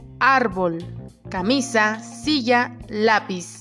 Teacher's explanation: Llanas o graves son palabras de más de una sílaba, el golpe de voz recae sobre la penúltima sílaba.